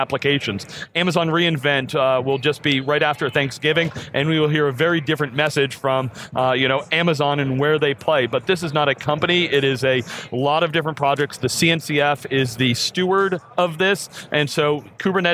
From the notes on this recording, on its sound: live from KubeCon + CloudNativeCon NA 2019 from the San Diego Convention Center in San Diego, CA